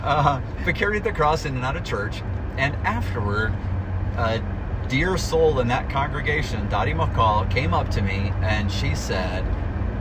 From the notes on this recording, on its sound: Clergy in the Car Having Coffee. On the drive they got coffee and recorded this special podcast!